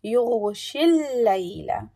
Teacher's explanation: The ghain is a heavy sound. And it has rakhava. So continue your sound a bit.